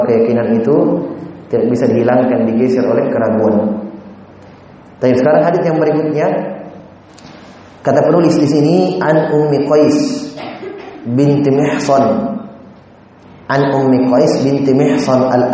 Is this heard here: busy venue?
no